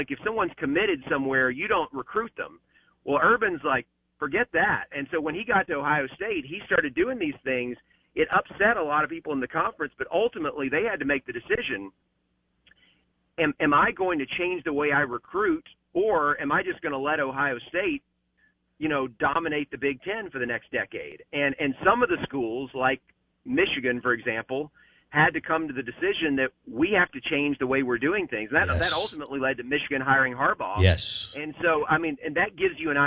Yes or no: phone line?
yes